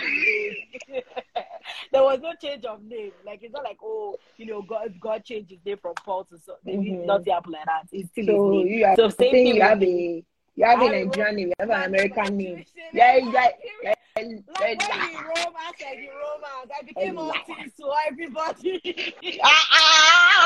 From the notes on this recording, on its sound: Started as an Instagram Live and now it is turning into a podcast.